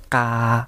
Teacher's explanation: 例えばカーという音があったとして、これを無気音で発音するとカーのようになります